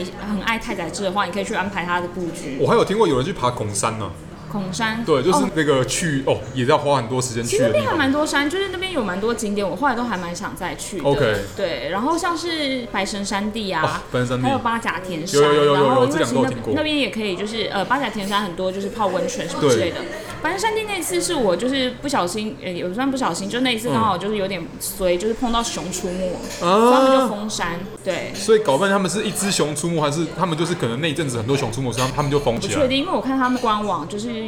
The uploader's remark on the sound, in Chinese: 本集白噪音指數：微風級 2/5。錄音地點： 豆手豆花 - Dozo Tofu Pudding。